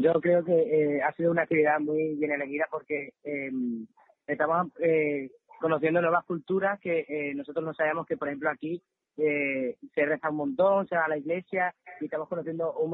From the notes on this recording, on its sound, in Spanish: Badajoz-Hardenberg. Entrevista telefónica.